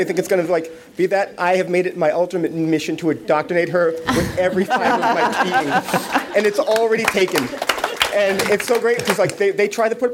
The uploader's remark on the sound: Recorded live at the New England DIS meet for Give Kids The World. The live audience also steps in and tells their stories.